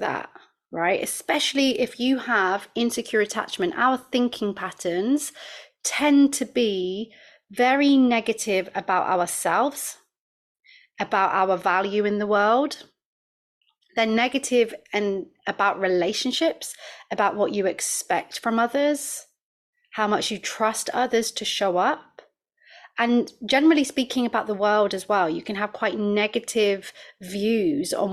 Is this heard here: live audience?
no